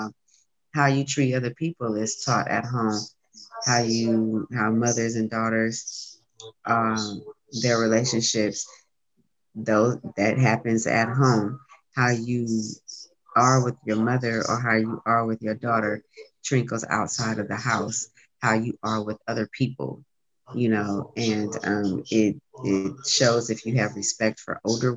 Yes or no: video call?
yes